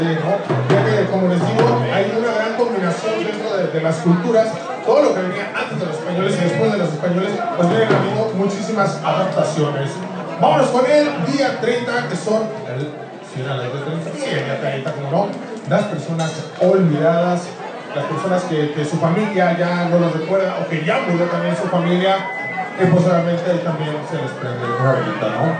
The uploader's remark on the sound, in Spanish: Compartimos escenario con músicos increíbles y escuelas de baile geniales, sin duda alguna un evento espectacular. Tuvimos un publico espectacular y divertido, no podemos calcular el numero de personas que había pero era impactante. Agradecemos a Cafetería Dendera por la invitación por tercera vez consecutiva.